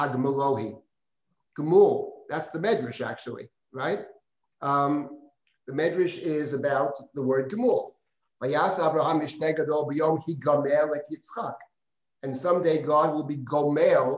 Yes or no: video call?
yes